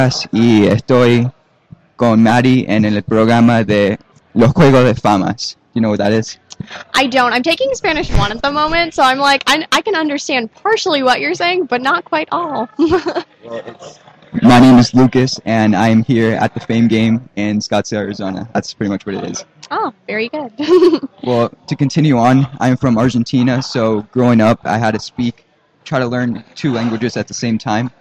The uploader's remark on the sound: Live From Scottsdale Fashion Square and the Microsoft Store. We are broadcasting straight from the Scottsdale Fashion Square Mall at the Microsoft Store in Arizona.